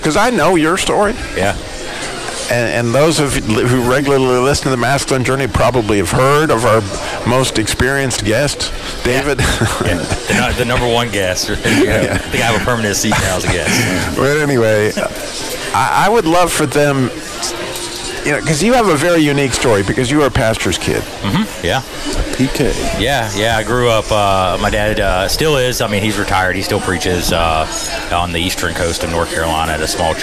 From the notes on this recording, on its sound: Today's show was recorded live at the Carolina Classic Fair.